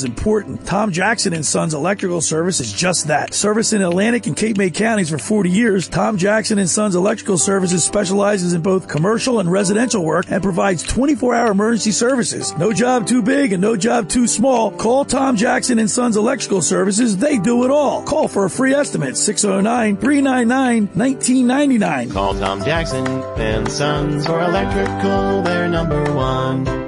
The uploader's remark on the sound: On our way to the studio we got a flat tire. We decided to broadcast from our car as we got the tire fixed and got back on the road.